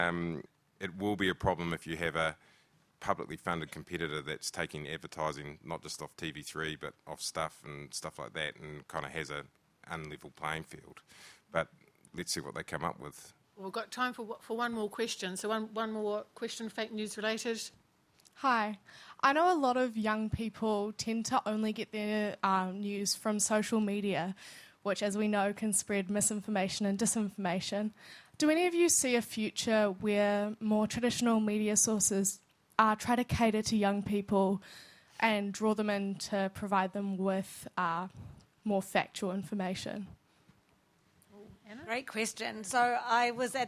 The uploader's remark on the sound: This is a panel discussion recorded in Wanaka, at the 2021 Festival of Colour's "Aspiring Conversations" series.